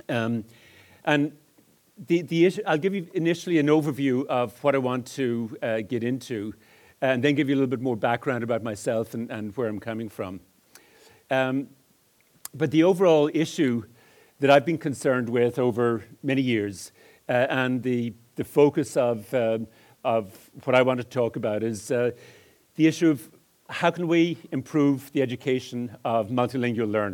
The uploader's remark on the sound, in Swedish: Föredrag på Pedagog Malmö Live.